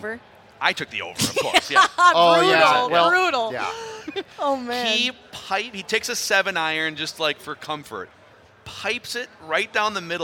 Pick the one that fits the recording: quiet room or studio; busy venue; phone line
busy venue